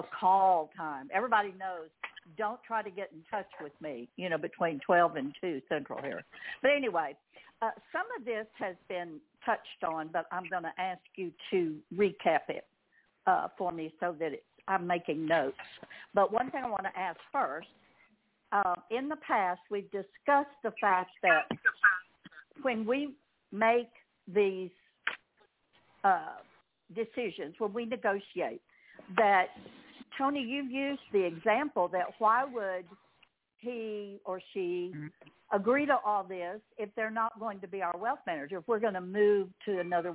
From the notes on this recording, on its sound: TNTSuperfantastic Conference Call.